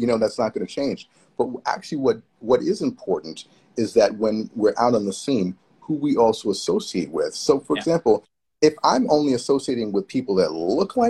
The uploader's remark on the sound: Recorded on 22 June 2022 on Instagram Live